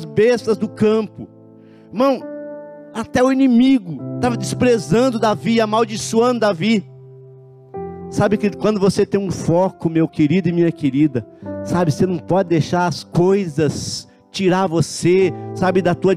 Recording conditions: large echoing room